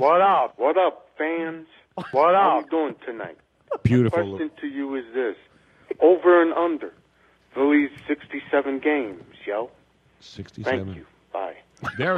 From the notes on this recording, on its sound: a phone call